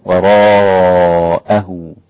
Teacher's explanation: ويزيد الإمام ورش والإمام حمزة 6 حركات · Term: مد متصل